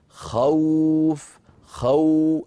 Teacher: أولا أنطق خاء مفتوحة ثم أنتقل إلى واو، خوف السوء، بدأ نطق الواو بعد فتحة السين من السوء، بدأ نطق الواو بعد فتحة الخاء من خوف، فلما انتهى حرف الخاء بدأ المد، بدأ نطق الواو وبدأ المد. · Term: مد اللين